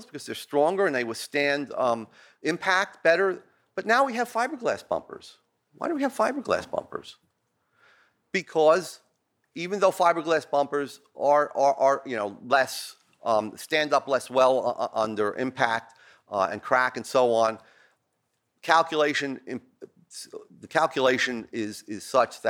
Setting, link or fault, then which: setting, large echoing room